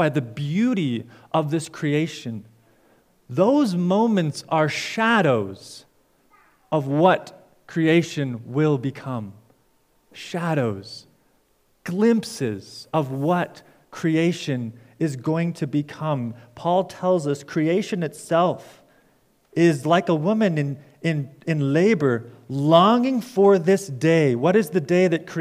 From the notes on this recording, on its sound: preached at Fairview Cornerstone